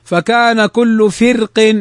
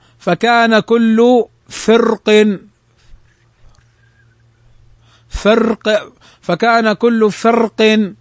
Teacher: يجوز أن نقرأ فكان كل فرق بالكسر بالترقيق، ويجوز أن نقرأ فكان كل فرق فكان كل فرق بالتفخيم